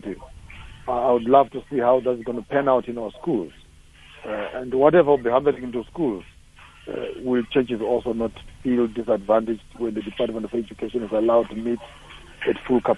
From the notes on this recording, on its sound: Guest on the phone